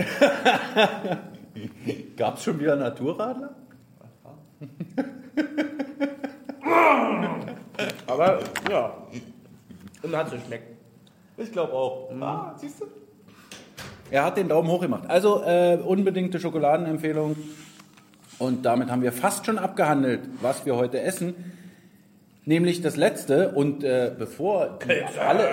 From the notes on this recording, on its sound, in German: Der Livepodcast.